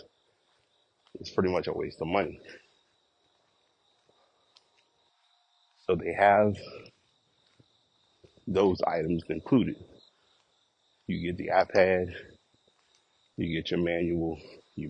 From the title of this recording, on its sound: Walking Recording